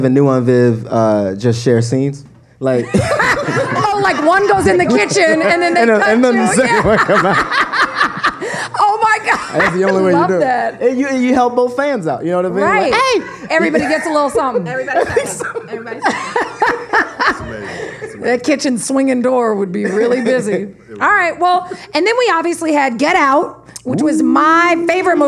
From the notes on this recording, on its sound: Recorded live at #SXSW in Austin, Texas.